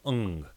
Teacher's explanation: You really don't say the G on the end